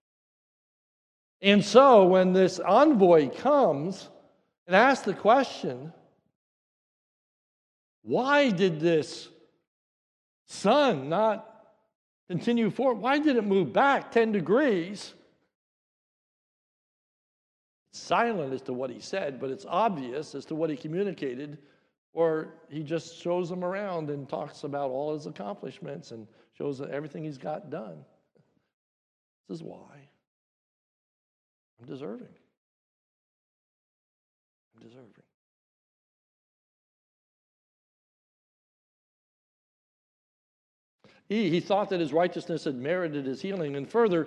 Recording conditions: large echoing room